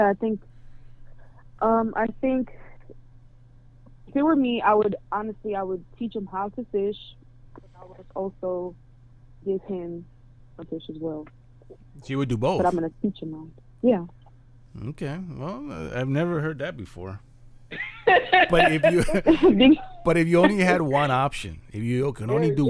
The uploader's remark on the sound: Live phone interview.